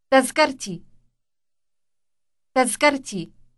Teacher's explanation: The a ending tells us that it is feminine. So when a pronoun like e for my is attached to it, a t sound must be inserted before the pronoun